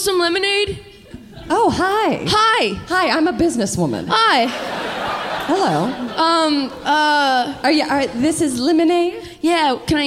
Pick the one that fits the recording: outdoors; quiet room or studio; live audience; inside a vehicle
live audience